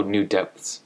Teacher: But really when people end up reading it or saying it just in common language as people speak in their daily lives, they'll just say, oh, new depths, right? They kind of skip over the TH, new depths.